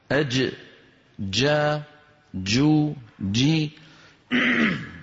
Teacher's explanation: هذا الحرف كما نرى على اللوحة من وسط اللسان · Term: الجيم